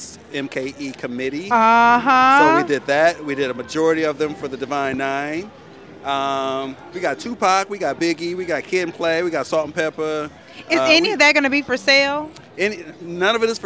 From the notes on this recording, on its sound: Exposed The Podcast traveled the Summerfest Grounds collecting live audio footage from several vital participants.